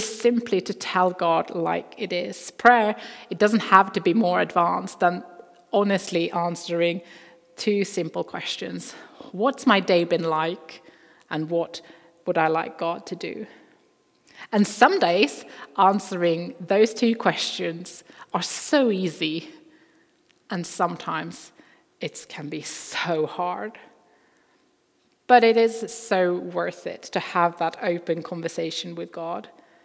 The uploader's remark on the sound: Recording from Immanuelskyrkan Skövde.